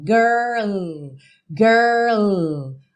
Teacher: você põe o L lá no céu da boca